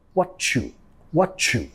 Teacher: Vamos a vincular metiendo sonido ch, ch.